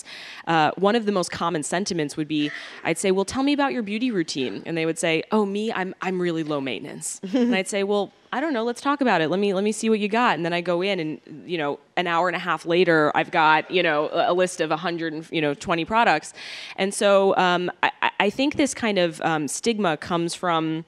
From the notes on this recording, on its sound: on stage at #BoFVOICES